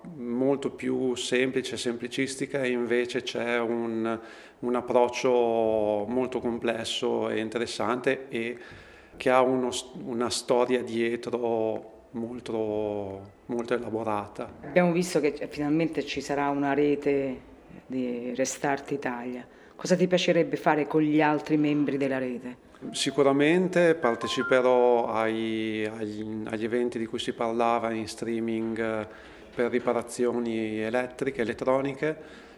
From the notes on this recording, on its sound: It features interviews recorded in Turin during the event, capturing participants and organisers’ excitement, and the energy at the event. Fixfest Italia took place within the Turin Mini Maker Faire.